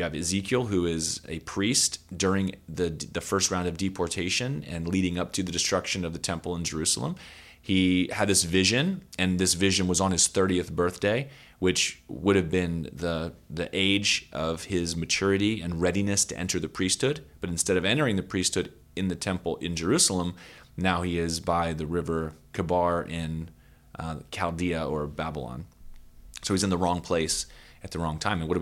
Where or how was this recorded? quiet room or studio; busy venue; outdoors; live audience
quiet room or studio